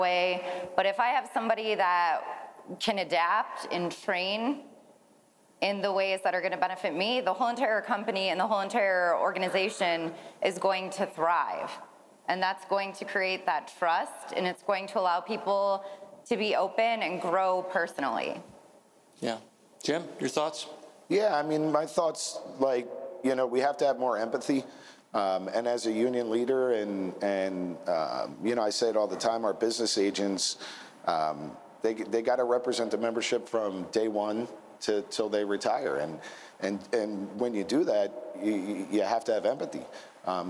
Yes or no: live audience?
yes